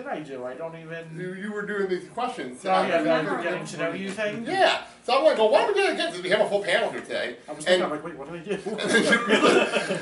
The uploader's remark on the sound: hosted a live anniversary special at the Homewood Suites in East Rutherford, NJ